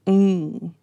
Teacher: If you say ooh, you can feel it in the heart. And then the M isn't M like at the lips. It's actually an NG sound. Mm. So when the back of your tongue goes to the back of your throat, mm.